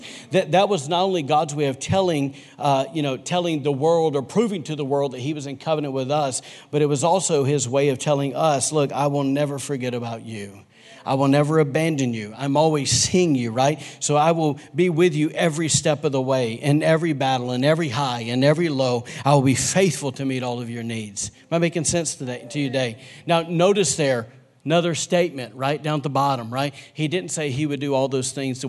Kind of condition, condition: setting, large echoing room